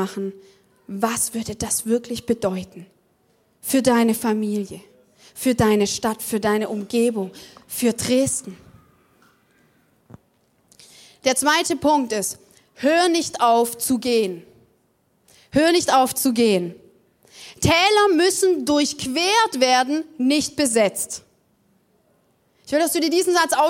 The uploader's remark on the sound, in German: Zeal Church Dresden. Audiomittschnitt der Predigt. Im Kurländer Palais in Dresden.